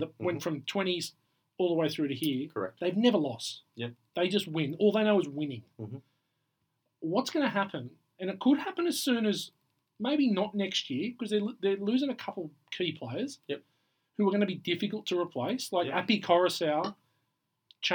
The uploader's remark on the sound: Sorry for the sound. Apologies for the sound.